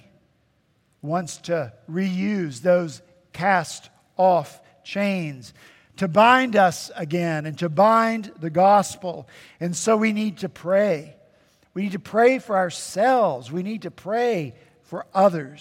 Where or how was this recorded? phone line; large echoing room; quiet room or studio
large echoing room